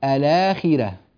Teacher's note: نقلنا حركة الهمزة إلى اللام التي قبلها، ثم جئنا إلى الهمزة وأسقطناها فصارت اللام مفتوحة، فصارت الآخرة، صارت الآخرة. · Term: النقل